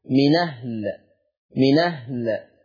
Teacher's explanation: عندي فيها النقل فتصير نون مفتوحة من أهل